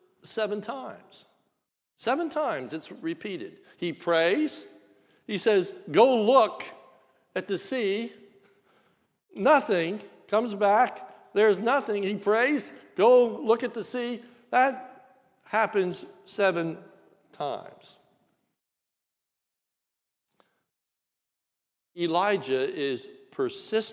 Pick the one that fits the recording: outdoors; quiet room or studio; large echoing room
large echoing room